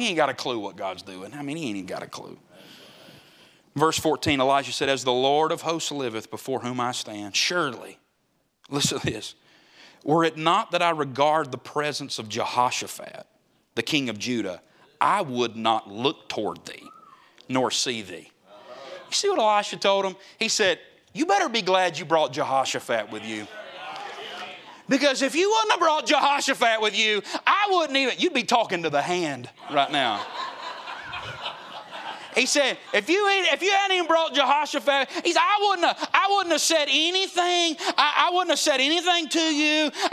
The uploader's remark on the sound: Preached at the Gateway Baptist Church Jubilee in Boiling Springs, SC.